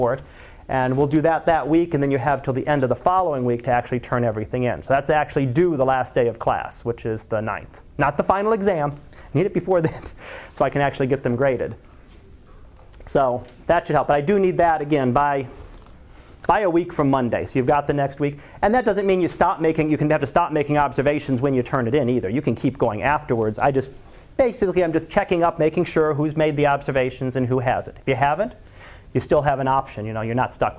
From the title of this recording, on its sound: Live Class Lecture